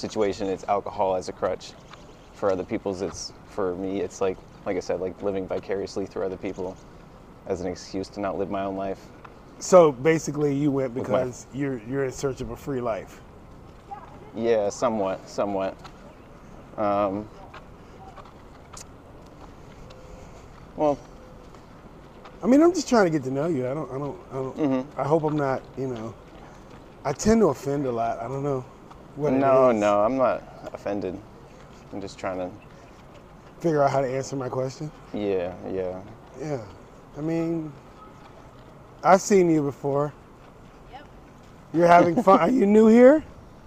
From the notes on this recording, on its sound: In this episode, I do a walk and talk